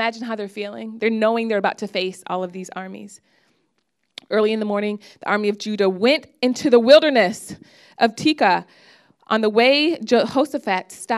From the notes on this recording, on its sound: preached this message on October 8th at our Brooklyn Community